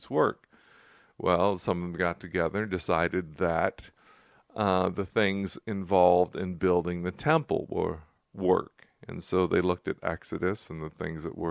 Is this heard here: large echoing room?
no